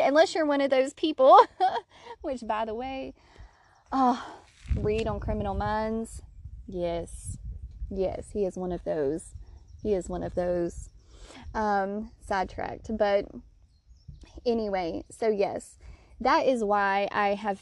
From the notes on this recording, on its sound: I recorded this episode on a whim while laying on my back deck under the sun.